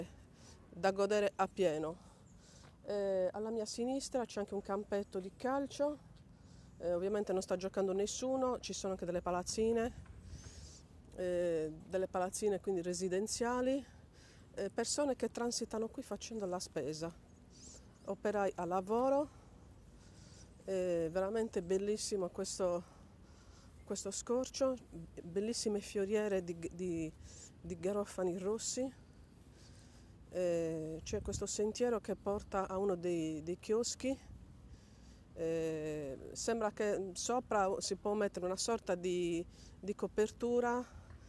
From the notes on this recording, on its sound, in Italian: Podcast registrato camminando per il Parco Lions di Cagliari, altro "polmone" verde per relax, due passi, sport all'aria aperta.